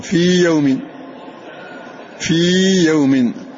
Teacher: هذه هي حرف مد فلا يجوز إدغامها في مثلها، لأن إدغامها في مثلها يذهب حرف المد كلية ويذهب خاصية حرف المد